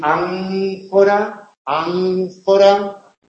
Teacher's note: La N tiene un alófono labiodental cuando va seguida de una consonante labiodental.